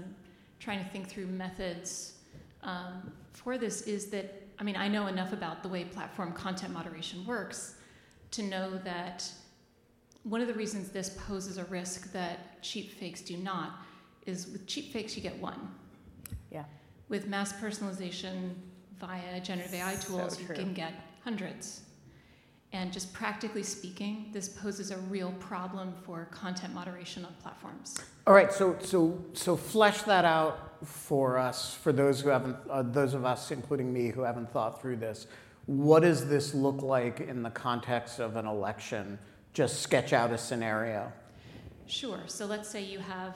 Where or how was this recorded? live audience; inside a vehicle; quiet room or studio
live audience